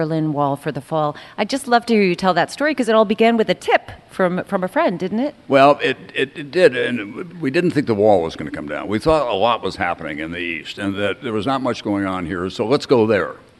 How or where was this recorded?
live audience